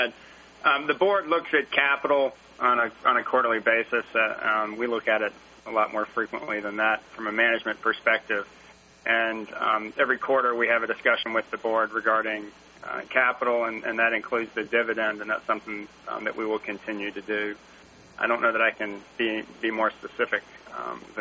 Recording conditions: phone line